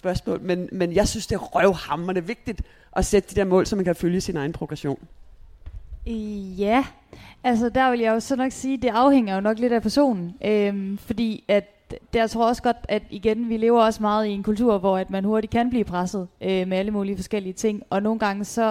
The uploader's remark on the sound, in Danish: Live podcast i forbindelse med HCA Marathon